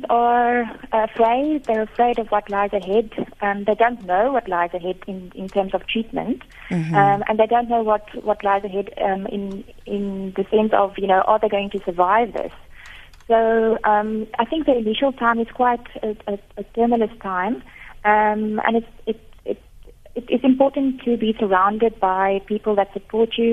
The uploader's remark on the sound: GUEST (phone)